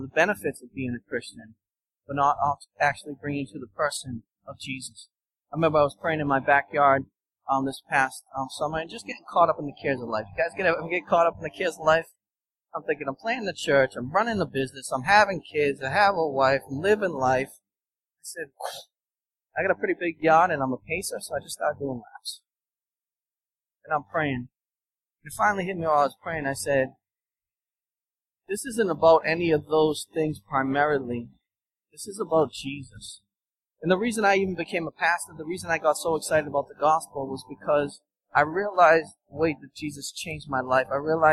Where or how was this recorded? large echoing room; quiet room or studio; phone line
large echoing room